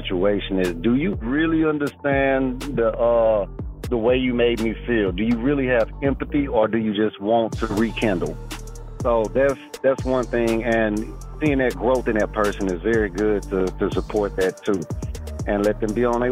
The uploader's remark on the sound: Let’s Go To The Phone Lines To See What’s On Your Mind.